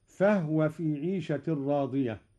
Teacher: التنبيه على لفظ هاؤم، هذه الكلمة من قبيل المد المتصل، تمد 4 حركات، لأنها اسم فعل أمر بمعنى خذوا. قوله تعالى: فهو في عيشة راضية، أسكن الهاء أيضا قالون، فهو في عيشة راضية.